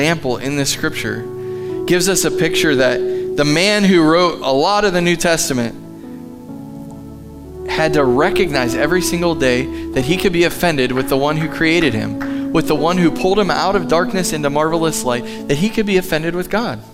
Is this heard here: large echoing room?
yes